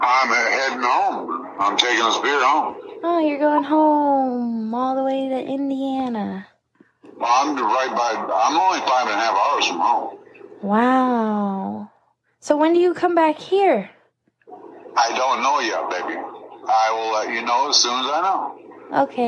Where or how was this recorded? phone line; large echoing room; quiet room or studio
phone line